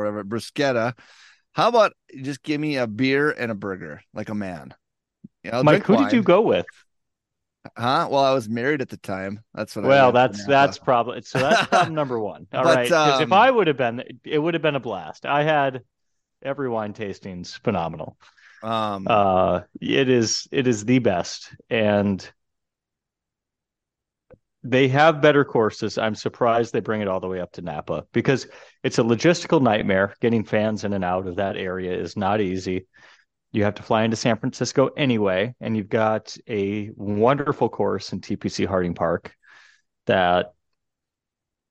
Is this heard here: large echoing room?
no